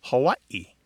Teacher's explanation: The traditional pronunciation of the state is Hawaii, with a glottal stop in there